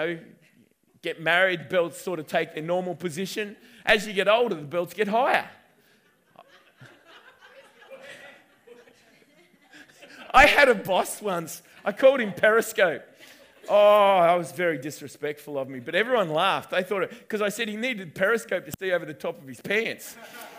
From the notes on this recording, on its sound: recorded on 10/11/2019 at the 9am gathering at River Edge Church